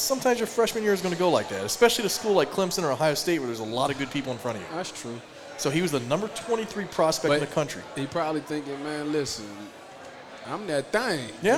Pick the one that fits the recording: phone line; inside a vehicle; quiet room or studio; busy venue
busy venue